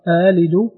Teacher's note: له تسهيل الهمزة الثانية مع عدم الإدخال